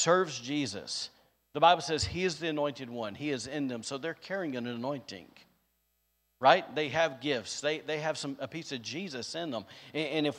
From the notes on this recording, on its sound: recorded on Sunday, May 8th, 2022, during service at The Anchor Church in Rockport, Maine